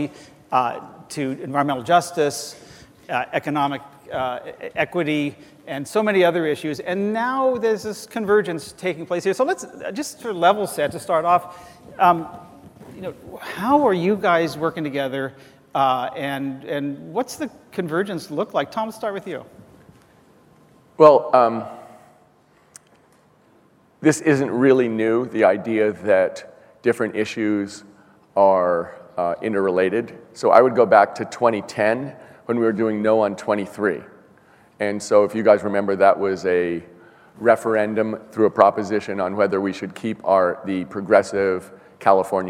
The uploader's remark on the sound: The best of live interviews from GreenBiz events.